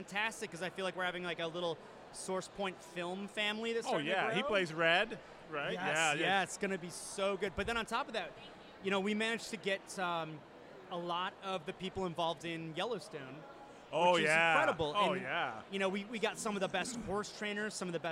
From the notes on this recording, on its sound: Live from the premier of the movie Dead Mans Hand